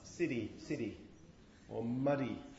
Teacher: It's basically just a tap, which is different from a real plosive.